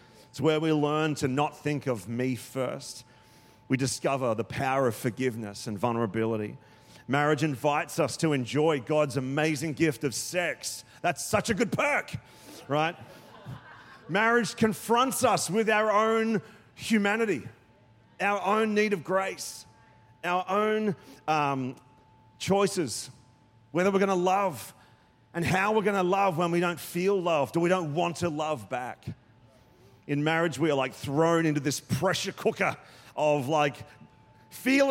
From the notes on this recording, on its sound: Recorded during our 9am service on Sunday, the 19th of November 2023.